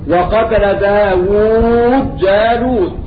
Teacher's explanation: تضغم الدال في الجيم